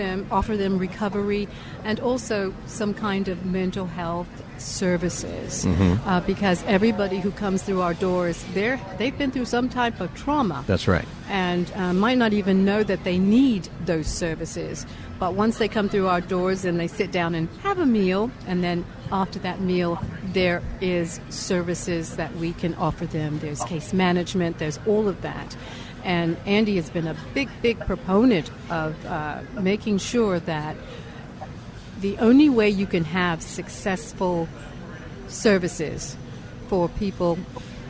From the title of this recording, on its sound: Live From Union Rescue Mission's Turkey Fry 2023